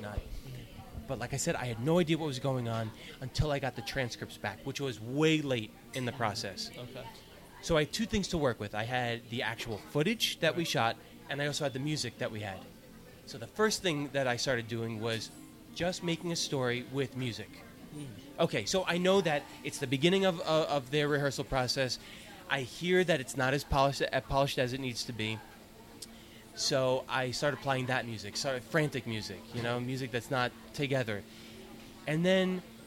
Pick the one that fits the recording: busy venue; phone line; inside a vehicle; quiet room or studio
busy venue